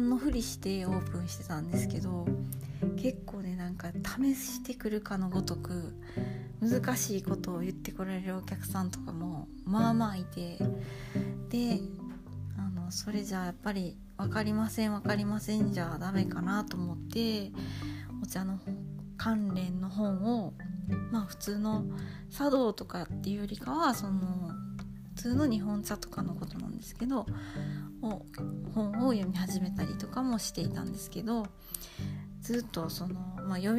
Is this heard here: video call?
no